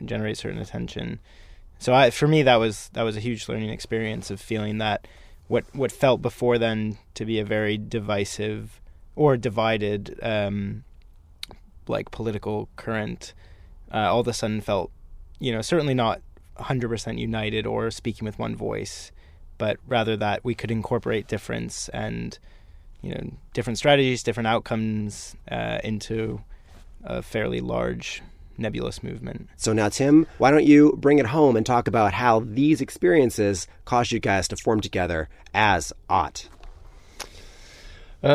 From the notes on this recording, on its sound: I climbed into the tour van.